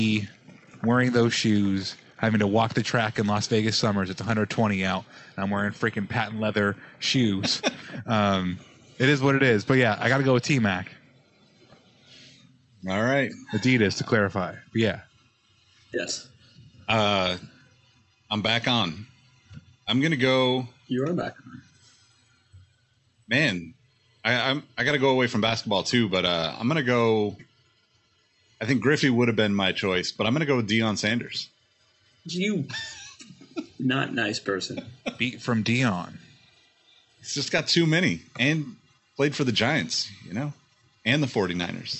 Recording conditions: video call